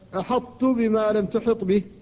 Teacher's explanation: تبقى رائحة الطاء لتغلب على التاء قبل النطق بها، فيقال أحط بما لم تحط به، فيبقى منها الاستعلاء، يرتفع